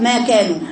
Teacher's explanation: الميم ما فيهاش نفس والمد ما فيهوش نفس · Term: جهر